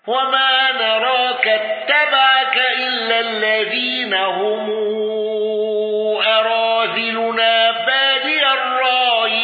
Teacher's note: قالون بصلة ميم الجمع وتوسط الصلة ولم يندرج معه أحد